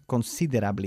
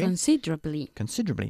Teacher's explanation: La E de en medio se omite · Shown in: second take